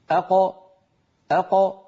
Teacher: قد انفتح المخرج وخرجت القاف الساكنة المقلقلة بالتباعد بين طرفي عضو النطق لا بالتصادم · Term: القلقلة